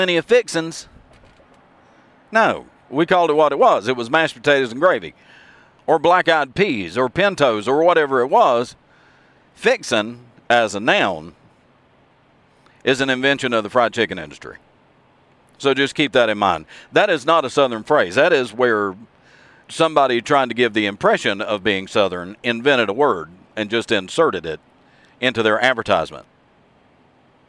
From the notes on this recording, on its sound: you can actually hear the road noise in the background